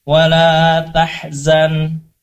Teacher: Wala tahzan, ha-nya, ha, hati-hati, ha-nya ini di tengah tenggorokan. Makhrajnya sama dengan huruf ain. Wala tahzan, izhar kembali ya, ketemu huruf ain.